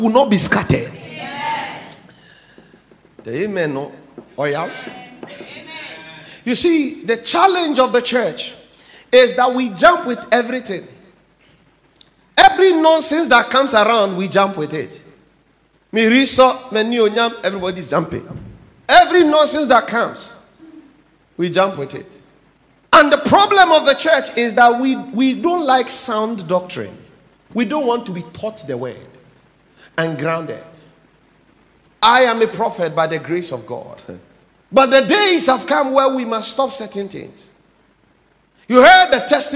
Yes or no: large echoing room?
yes